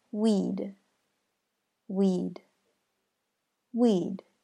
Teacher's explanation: simply the D sound at the end of the word, not adding a syllable. Weed. Weed.